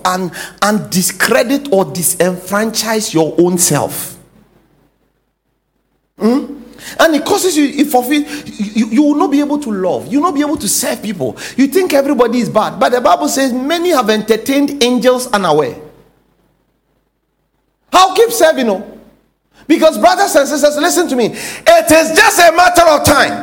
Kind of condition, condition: setting, large echoing room